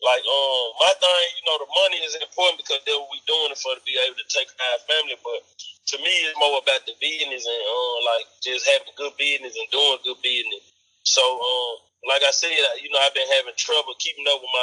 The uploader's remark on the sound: on the phone